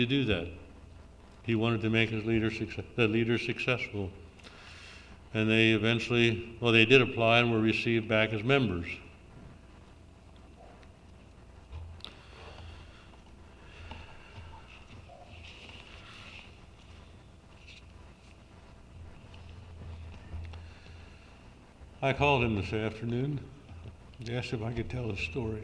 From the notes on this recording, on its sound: June Session of the Fifty-second Annual Southeastern Mennonite Conference